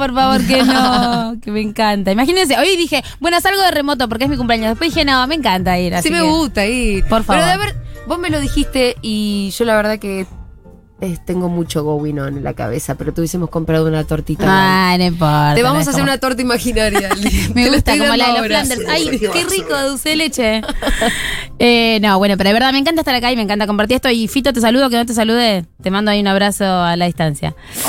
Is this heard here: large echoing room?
no